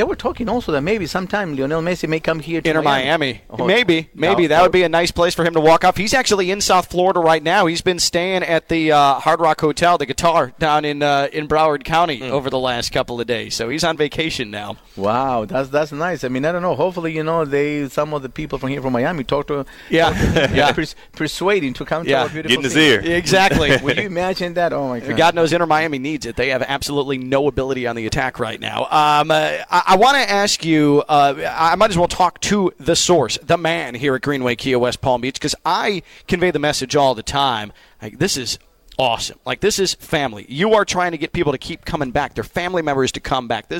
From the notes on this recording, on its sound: Full Show LIVE from Greenway Kia in West Palm Beach.